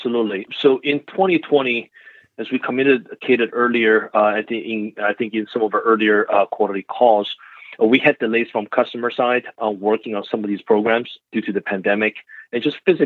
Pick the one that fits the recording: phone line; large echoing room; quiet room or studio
phone line